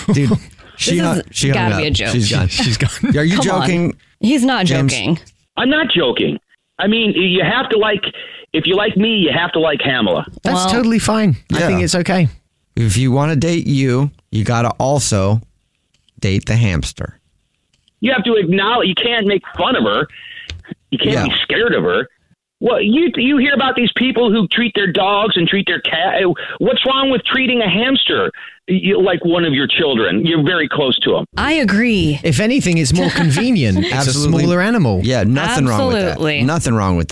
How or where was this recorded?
phone line